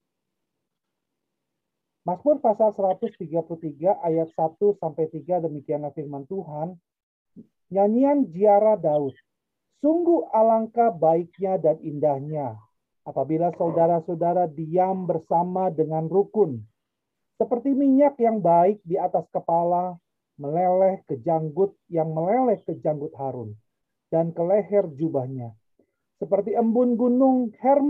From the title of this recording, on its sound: Audio Zoominar